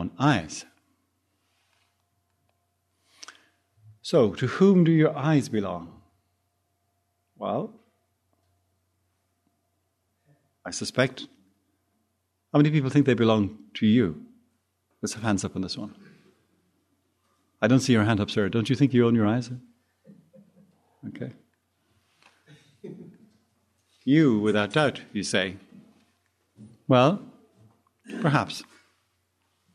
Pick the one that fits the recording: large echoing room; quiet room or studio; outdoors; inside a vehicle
large echoing room